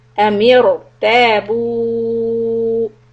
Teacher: the ra has a sukun and there's a kasra before but in between we have a hamzatul wasl so when that happens then we need to make the ra heavy